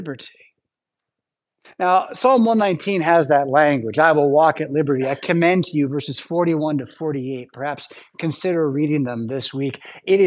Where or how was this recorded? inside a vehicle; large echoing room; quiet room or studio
large echoing room